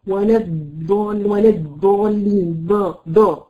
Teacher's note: بتخرج دال لما انت بتقولي الضاد لكن ما بتضغطيش وما بتحكميش العنق، وفي نفس الوقت اللسان مستفل · Term: دال مفخمه